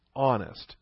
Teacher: We started with our throat closed when we said the word honest. · Term: closing of the throat